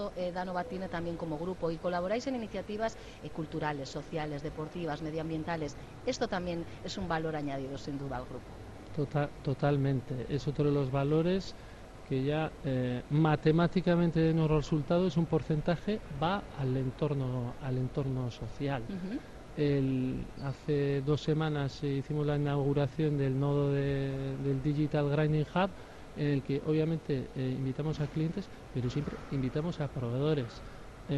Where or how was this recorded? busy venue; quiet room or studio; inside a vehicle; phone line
busy venue